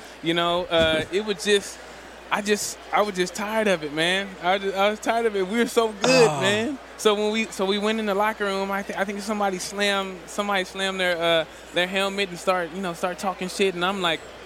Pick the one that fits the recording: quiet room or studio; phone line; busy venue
busy venue